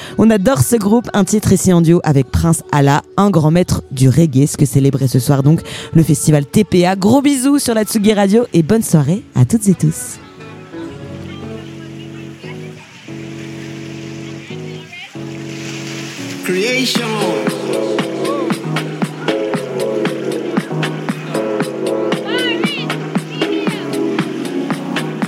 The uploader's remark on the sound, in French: En direct du TPA festival. Au micro de Tsugi Radio.